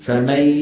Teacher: جاب إدغام لكنه ما جاب غنة